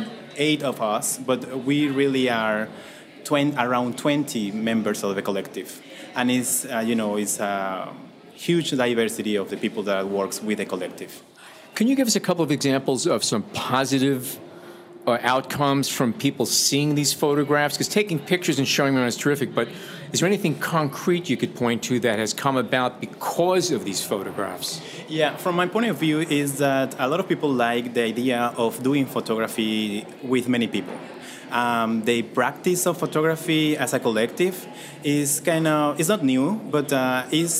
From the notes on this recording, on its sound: Under starry skies, we took our recorders and headphones to a collection of shipping containers in Brooklyn, known as Photoville 2018. Under starry skies, we took our recorders and headphones to a collection of shipping containers in Brooklyn, known as Photoville 2018.